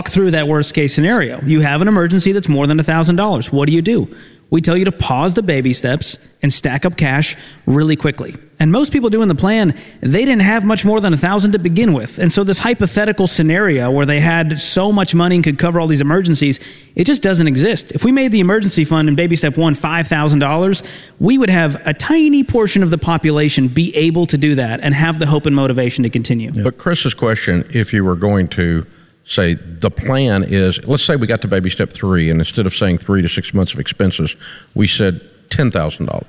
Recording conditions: live audience